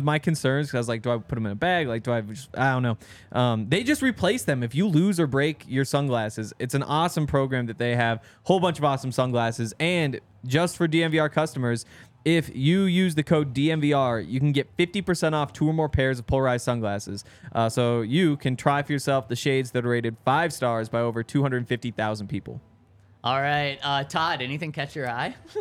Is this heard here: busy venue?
yes